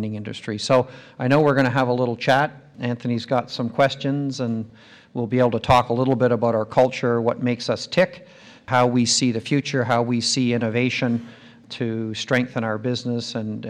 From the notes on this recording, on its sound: Recorded live at The Northern Miner's Progressive Mine Forum held at the MaRS Discovery District in October 2018.